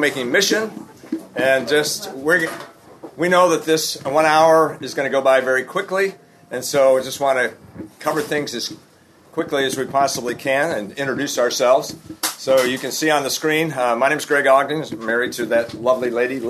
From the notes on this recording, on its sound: This episode is from Global Discipleship Initiative, recorded at the National Disciple Making Forum.